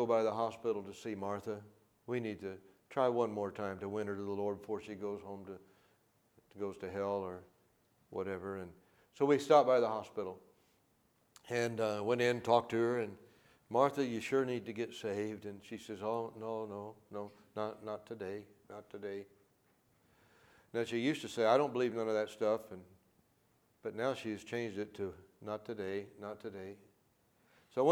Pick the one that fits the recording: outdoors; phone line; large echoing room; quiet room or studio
large echoing room